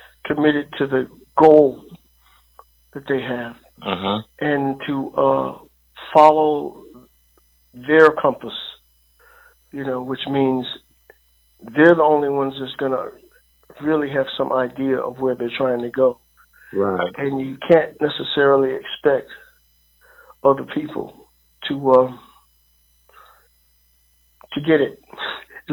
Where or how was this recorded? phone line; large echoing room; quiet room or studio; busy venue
phone line